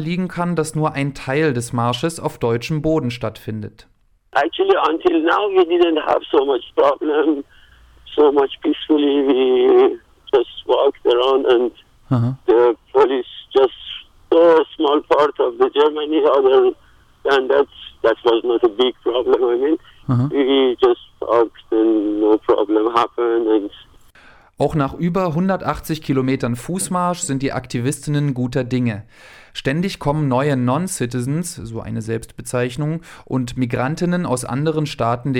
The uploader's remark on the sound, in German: Einer der AktivistInnen informiert im folgenden Beitrag per Telefon über den Aktionstag und die Stimmung auf dem Protestmarsch.